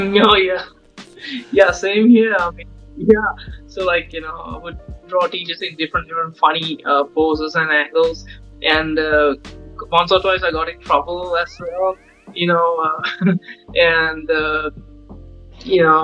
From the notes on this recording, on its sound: The podcast was recorded with an 11 hour time difference so bare with any audio issues. We tried to clean it up as much as possible.